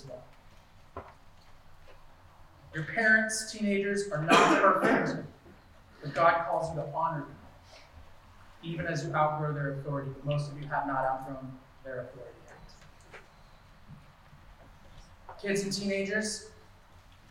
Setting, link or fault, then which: fault, poor sound quality